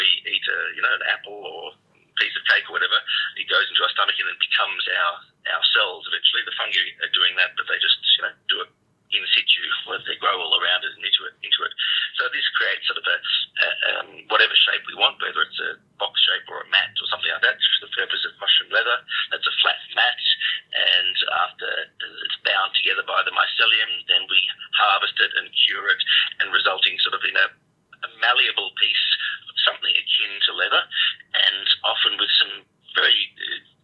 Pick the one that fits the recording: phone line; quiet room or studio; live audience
phone line